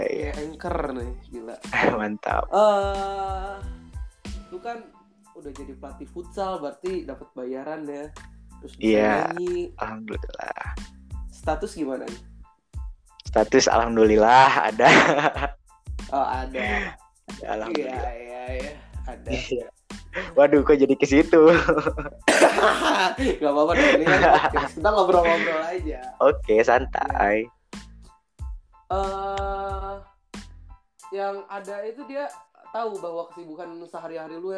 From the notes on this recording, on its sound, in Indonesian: Semua podcast gue dibuat pake anchor dan online dari dua sumber. Jadi maaf bila ada beberapa omongan yang engga nyambung. Itu mungkin masalah internet pas rekaman, atau internet kalian, atau emang guenya yang ga nyambung.